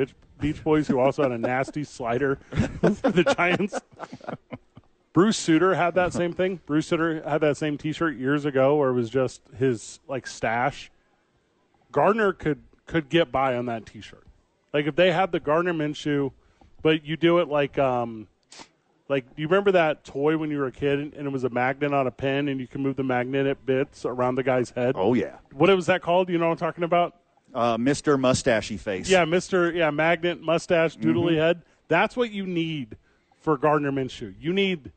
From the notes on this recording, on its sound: live from the Albuquerque Duke Store